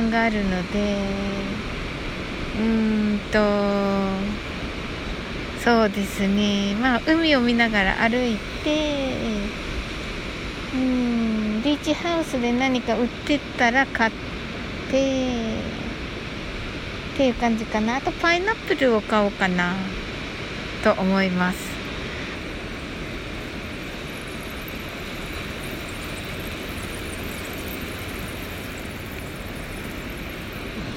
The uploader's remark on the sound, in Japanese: 波の音と呟き。ライブ前の収録(波の音入り)。こちらには波の音が入っております。